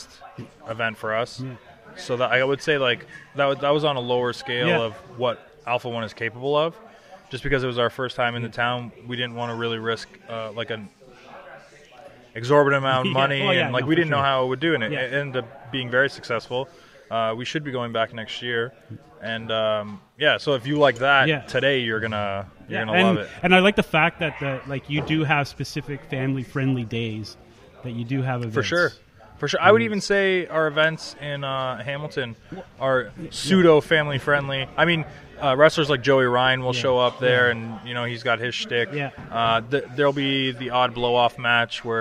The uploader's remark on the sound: live at their Forever Causing A Ruckus event